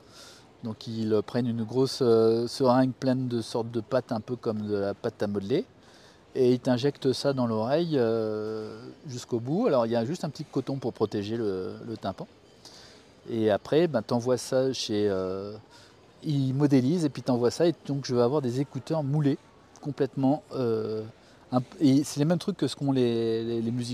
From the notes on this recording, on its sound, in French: Cet épisode a été enregistré au Jardin du Luxembourg à Paris. Micros Rode Wireless Go II et application Rode Connect (Mac OS).